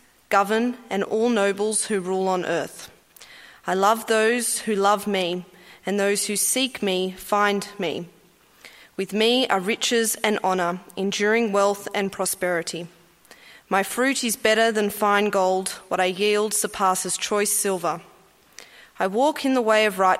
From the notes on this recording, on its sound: At a Church in the Graveyard service